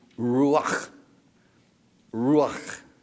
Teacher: It's not like you're trying to clear your voice, but you've got to get that guttural sound in there.